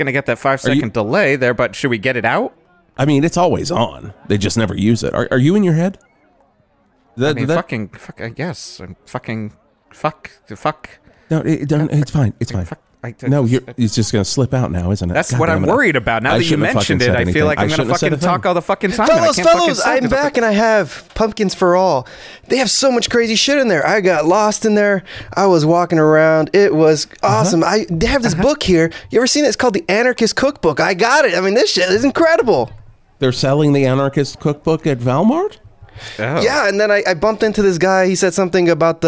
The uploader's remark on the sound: A Live Remote From Val-Mart. Broadcast live from the opening of the newest Val-Mart in Val Verde!